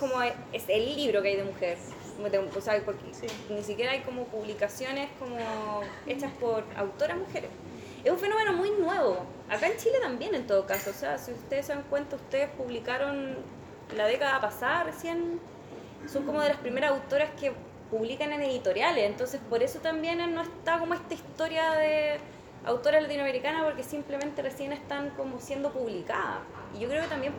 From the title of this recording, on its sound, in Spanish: en vivo